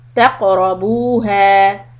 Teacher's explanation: Cough in the middle with a qalqala. تقربوها. با and ها both are mad tabi, so you need to stretch them.